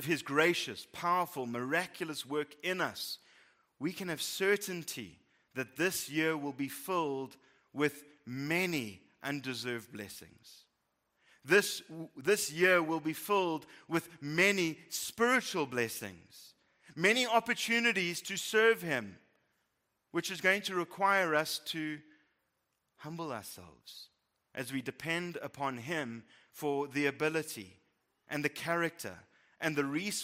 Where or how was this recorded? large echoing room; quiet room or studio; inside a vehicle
large echoing room